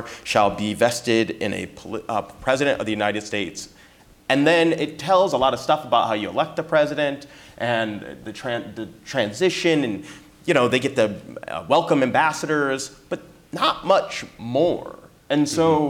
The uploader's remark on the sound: Constitution Day Celebration. Live audience Q&A.